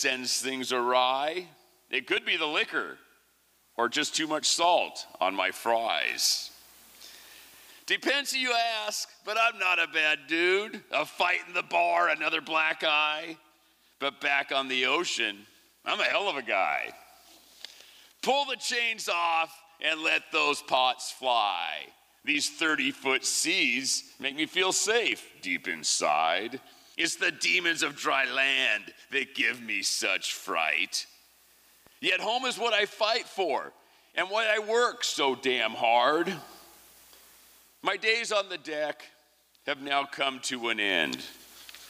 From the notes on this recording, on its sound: 2023 FPG-Liberty Theatre-Saturday Night-First Set. Was recorded at the Liberty Theatre on Saturday, February 25th, 2023.